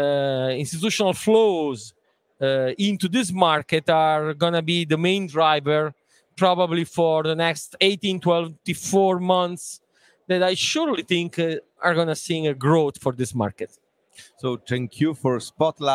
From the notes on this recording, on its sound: Breaking Banks Europe’s live coverage episode at the Milan Fintech Summit 2023 was a riveting affair.